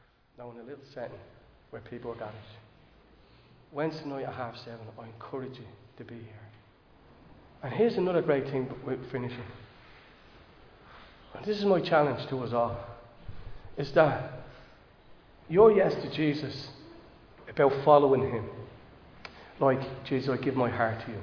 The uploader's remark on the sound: Recorded live in Liberty Church on 9 October 2022